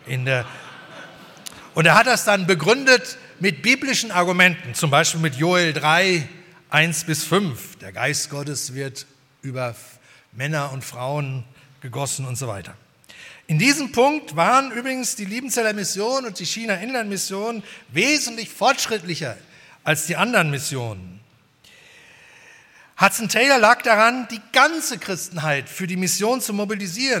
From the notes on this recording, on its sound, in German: bei der 120-Jahre-Feier der Liebenzeller Mission